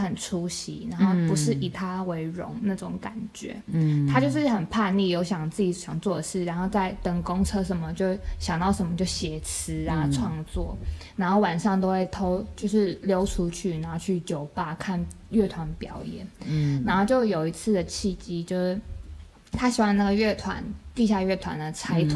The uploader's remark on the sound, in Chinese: 背景音有一些小孩的玩耍與呻吟聲，我們暫停無數次排除噪音來源，希望下次我們可以有安靜不被打擾時間錄音哈哈哈。